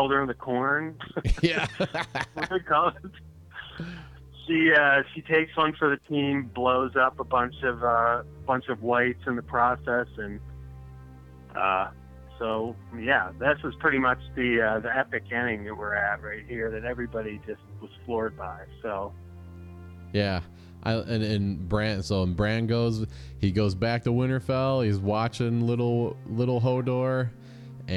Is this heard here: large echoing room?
no